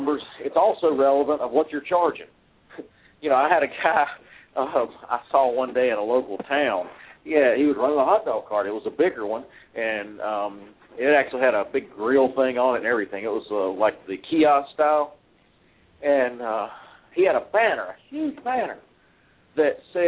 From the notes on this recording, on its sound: live call ins